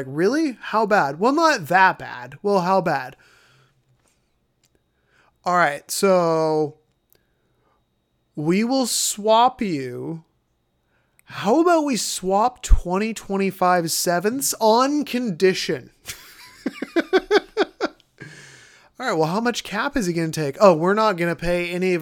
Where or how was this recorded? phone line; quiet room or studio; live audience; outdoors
quiet room or studio